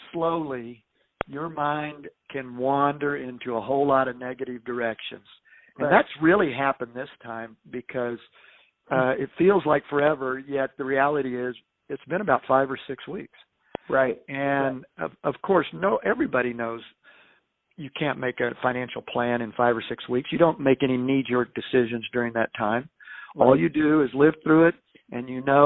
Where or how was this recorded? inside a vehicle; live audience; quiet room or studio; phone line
phone line